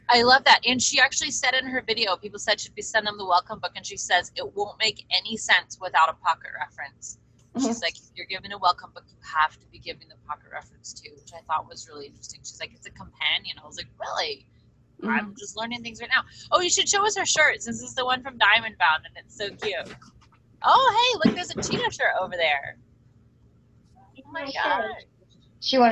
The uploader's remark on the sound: Sitting in the Car - PHONE Biz Zoom!